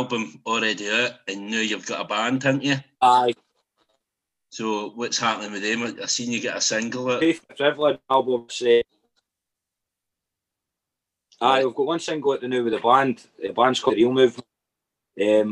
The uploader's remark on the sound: I spoke to them both via zoom.